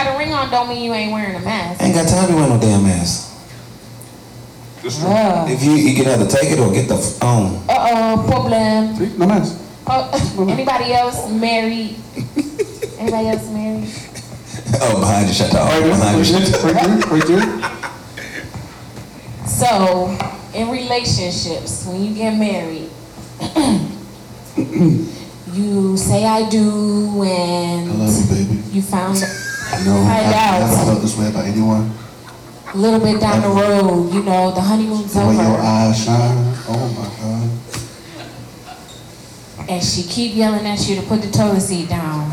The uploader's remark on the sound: This recording is from our mask party